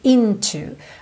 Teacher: essa palavra into normalmente tem a sílaba tônica na primeira